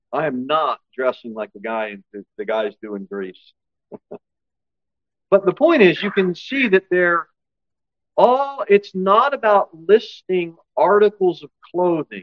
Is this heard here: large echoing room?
yes